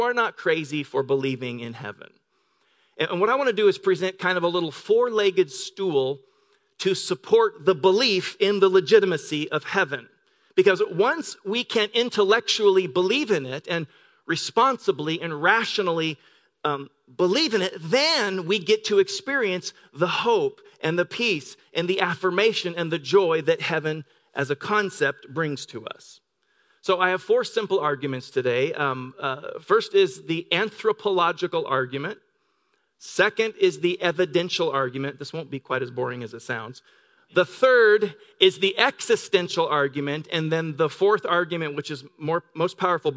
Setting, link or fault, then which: setting, large echoing room